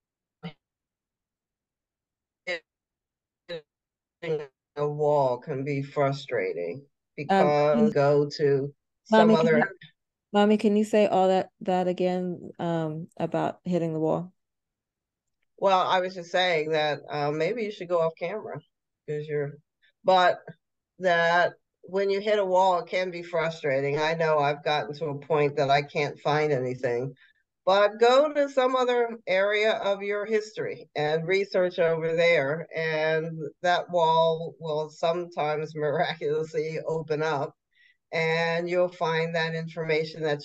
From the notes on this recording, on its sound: This podcast was recorded in Zoom so there are some lags.